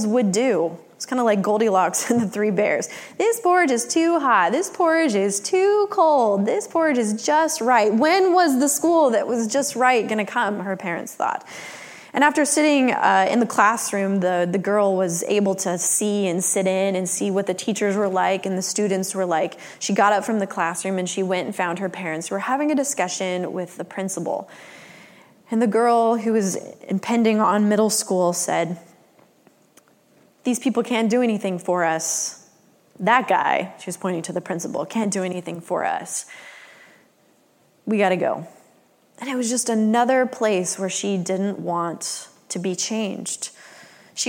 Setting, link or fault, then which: setting, large echoing room